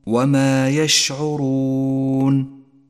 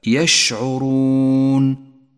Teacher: ثم لاحظ بعده صفة التفشي لحرف الشين في كلمة وما يشعرون، وما يشعرون، الشين الساكنة تحتاج إلى صفة قوة لتظهرها، والشين هو حرف التفشي الوحيد، تقرأ هكذا يشعرون، تنتشر في الفم.